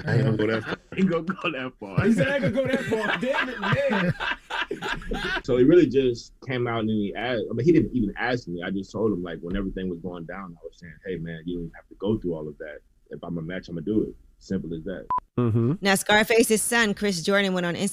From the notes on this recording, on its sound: we opened up the phone lines